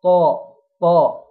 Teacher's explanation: طاء مفخمة تفخيم شديد، بعدها لام مرققة ترقيق شديد، يبقى لازم الفك بتاعنا يشتغل معانا بسرعة، نخرج من حرف